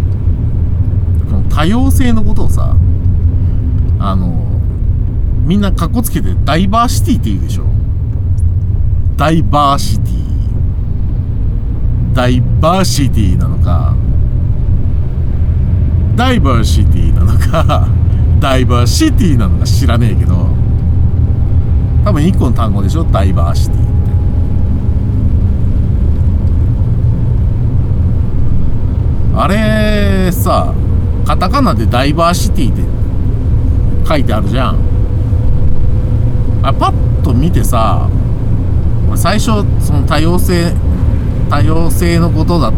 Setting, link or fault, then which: setting, inside a vehicle